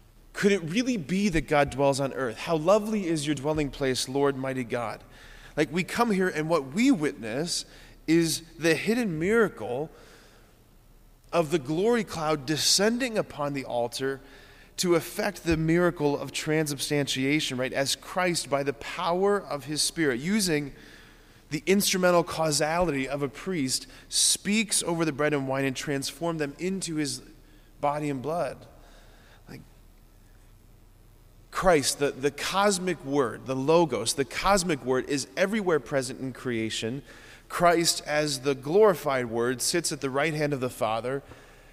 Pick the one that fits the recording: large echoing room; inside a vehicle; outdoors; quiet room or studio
large echoing room